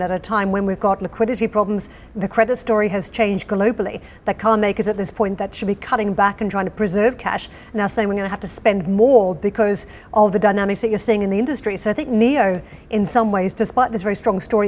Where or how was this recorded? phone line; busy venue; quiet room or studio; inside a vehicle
busy venue